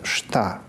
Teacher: такая как бы аффриката наоборот, которая начинается как щелевой, а заканчивается как смычный